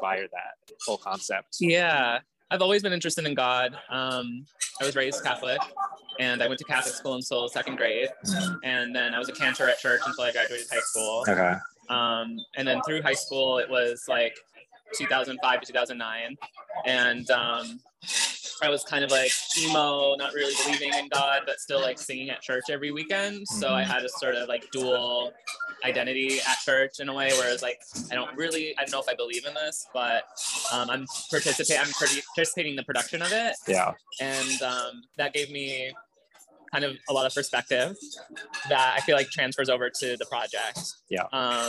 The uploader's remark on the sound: a live pod at Cafe Reggio in the Village